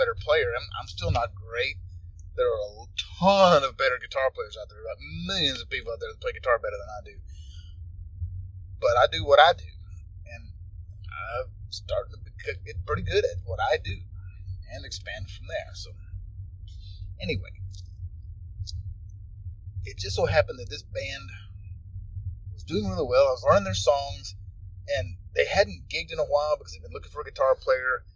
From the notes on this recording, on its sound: it was, in fact, recorded in the car